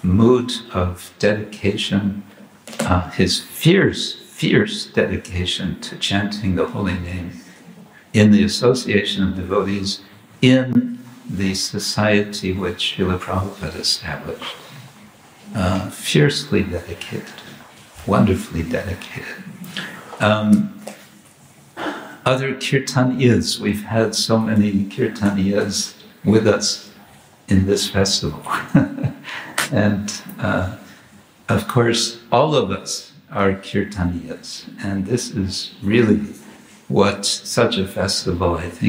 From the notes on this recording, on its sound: Morning lecture from Radhadesh (Belgium).